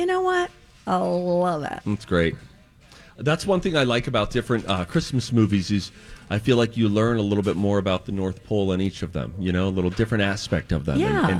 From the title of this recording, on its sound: On Location at Popped Corn in Minnetonka